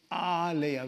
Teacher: Second is alaya, with a long A, not short A.